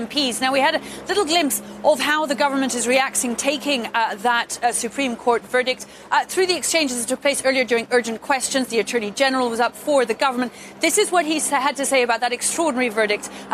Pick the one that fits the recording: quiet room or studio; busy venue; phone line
busy venue